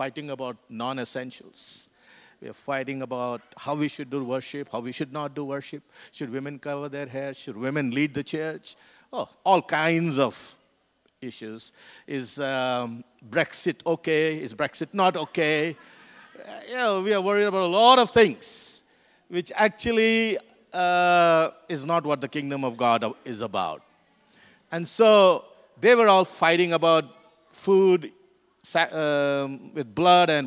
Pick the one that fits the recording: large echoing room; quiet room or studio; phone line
large echoing room